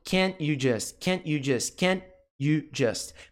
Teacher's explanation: com can, a gente não pronuncia o T, mas a gente não faz essa ligação entre o N e o Y · Term: pausa